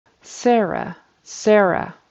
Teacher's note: I heard a T instead of an S there.